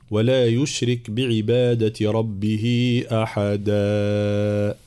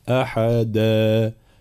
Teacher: ومد العوض لا يزيد على ألف واحدة أي حركتين · Shown in: second take · فلا نقول مثلا ولا يشرك بعبادة ربه أحدا، لا، هذا ممنوع، أحدا.